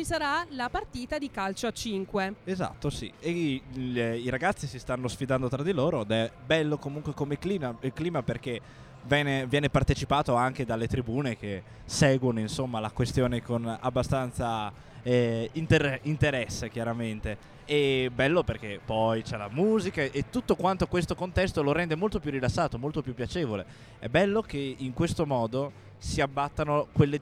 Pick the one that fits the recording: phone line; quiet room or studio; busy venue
busy venue